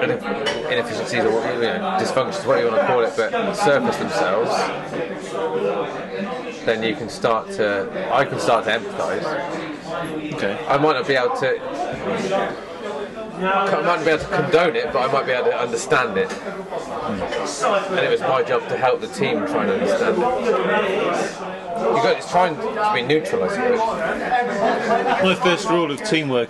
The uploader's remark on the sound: From Chance & Counters & The King William Ale House, Bristol, UK. During their annual Christmas drinks.